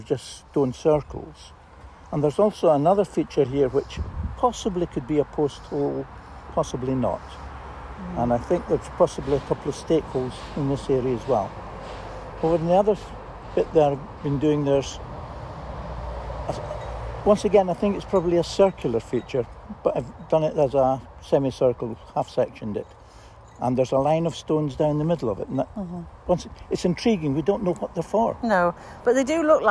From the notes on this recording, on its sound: Which was recorded ‘in the field’ at the dig site.